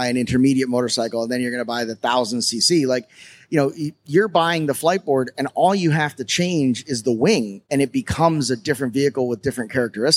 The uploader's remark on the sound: (LIVE) Electrify Expo - Miami.